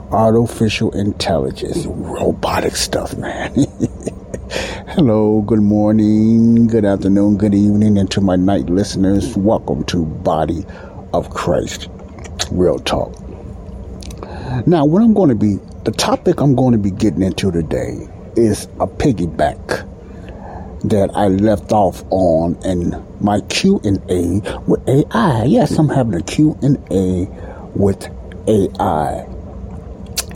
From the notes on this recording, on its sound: the Sound in this podcast may sound a little muzzled like some of my others I apologize for that but the area I was recording has a loud heater sound in it